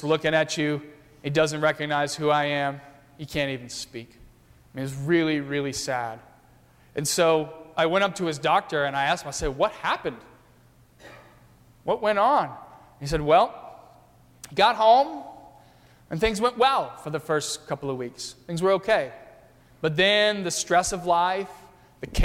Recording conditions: large echoing room